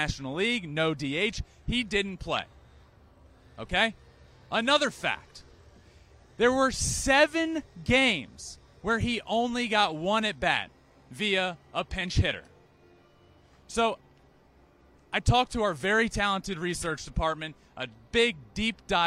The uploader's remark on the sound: LIVE from Angels Stadium in Anaheim for MLB Opening Day!